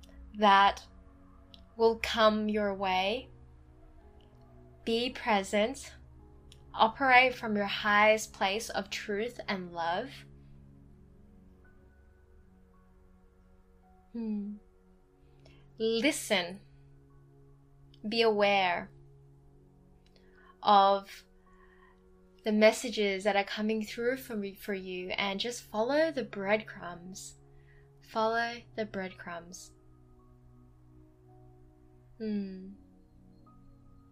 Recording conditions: sounds in the background